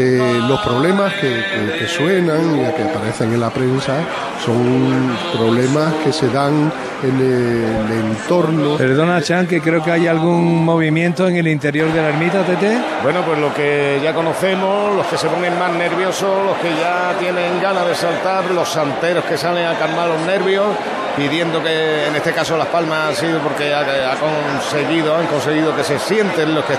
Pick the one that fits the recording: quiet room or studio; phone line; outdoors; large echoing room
outdoors